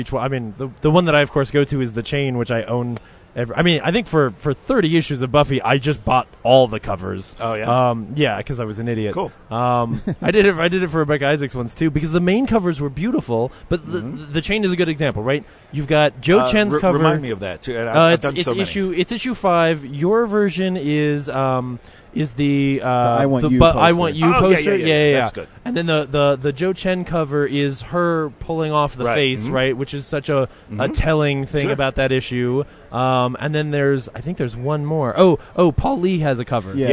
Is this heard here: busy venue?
yes